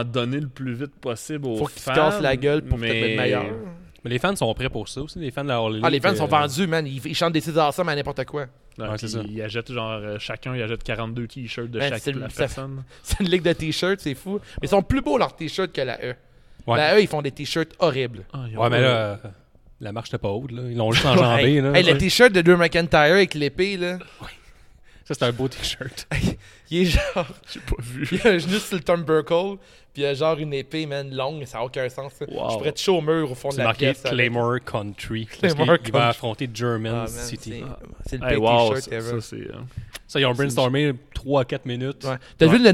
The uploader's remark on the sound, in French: Ont pris la route pour aller à St-Casimir. L'épisode a été enregistré directement à sa brasserie les Grands Bois.